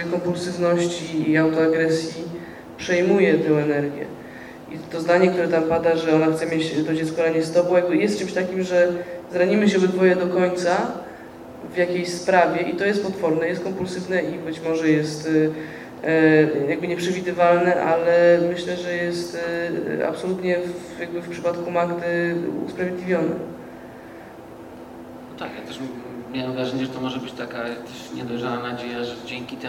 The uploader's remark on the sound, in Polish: Czwarty odcinek podcastu został nagrany 7 października w kinie Światowid, podczas pokazu specjalnego filmu "Nina".